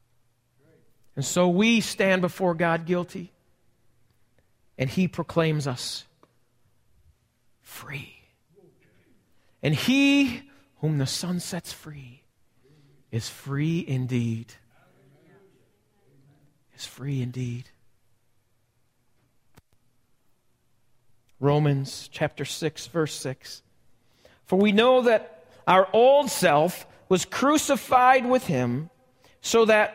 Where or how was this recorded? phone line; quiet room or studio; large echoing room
large echoing room